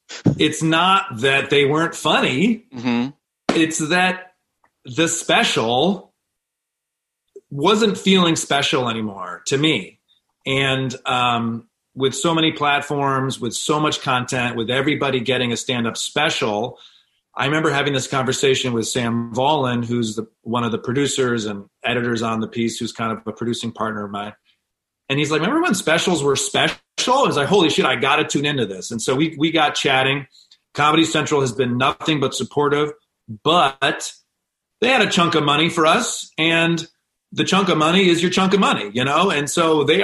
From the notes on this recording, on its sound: joined me over Zoom